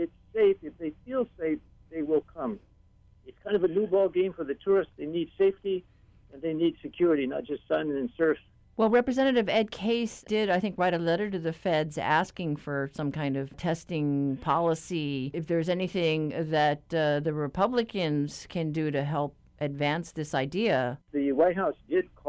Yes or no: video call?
no